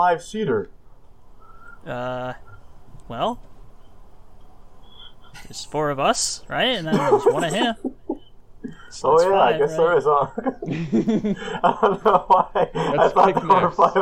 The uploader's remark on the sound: Today's episode is riddled with some audio quirks, but we press on!